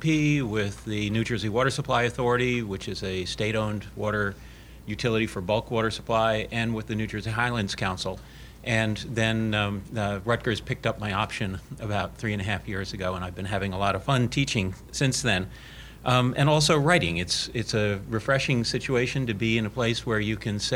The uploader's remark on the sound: This NJ Spotlight Roundtable was held Friday, April 1st, 2016 at Mercer County Community College, James Kerney Campus in Trenton, N.